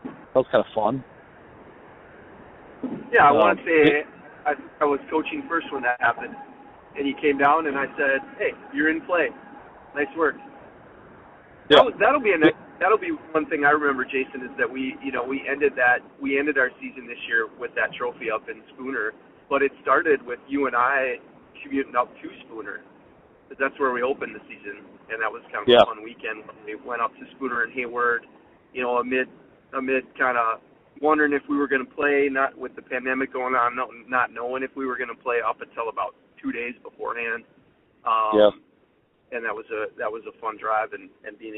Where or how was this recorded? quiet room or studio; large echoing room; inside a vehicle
inside a vehicle